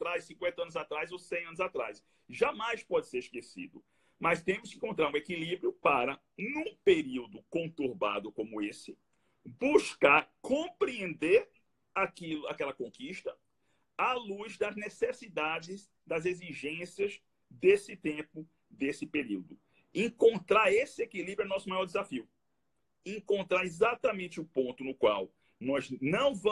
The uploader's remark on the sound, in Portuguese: Live no instagram